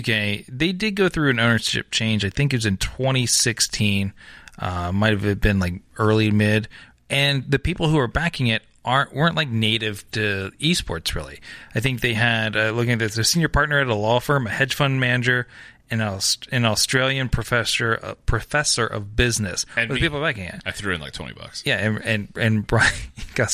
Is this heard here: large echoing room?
no